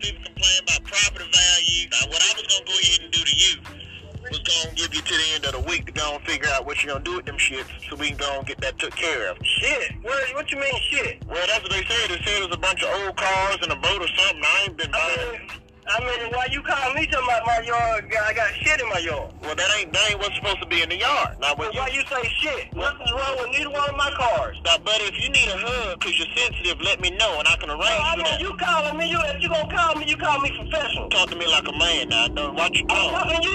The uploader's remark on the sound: We prank phone call this guy